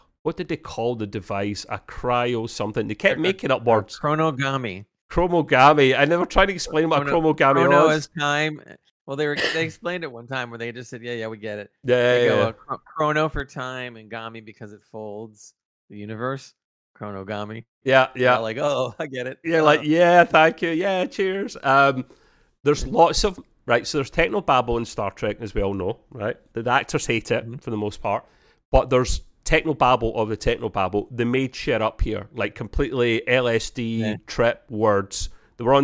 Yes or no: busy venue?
no